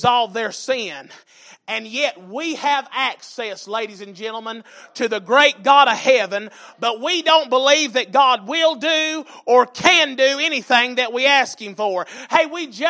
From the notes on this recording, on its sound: Sunday Evening Service.